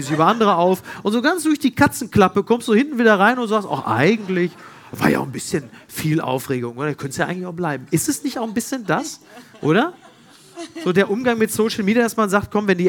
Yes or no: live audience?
yes